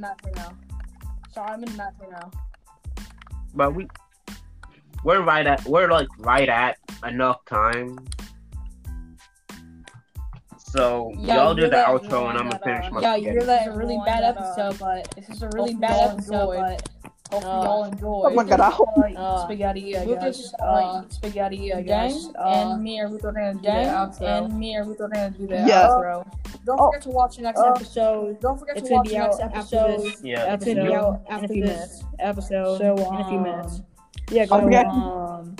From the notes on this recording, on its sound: Audio we didn't notice till the last minute there's nothing we can do about it now.